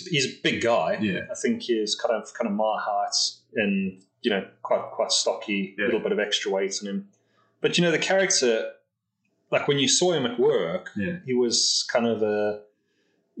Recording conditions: poor sound quality